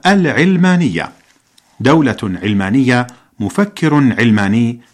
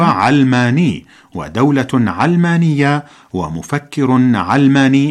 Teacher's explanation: والصواب هو علماني، ودولة علمانية، ومفكر علماني بفتح العين، نسبة إلى كلمة العلم بفتح العين وتسكين اللام · Shown in: second take